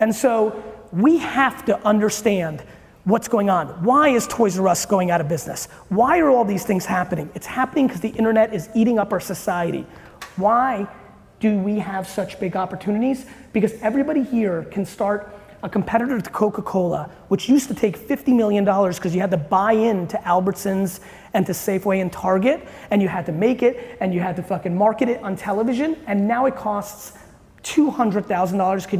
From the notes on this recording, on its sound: you get a throwback clip today from a keynote